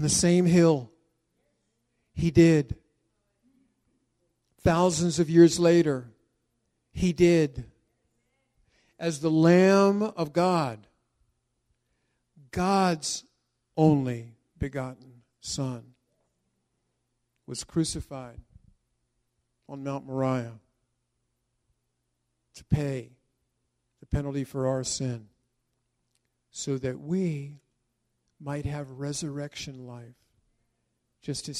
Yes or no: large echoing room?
yes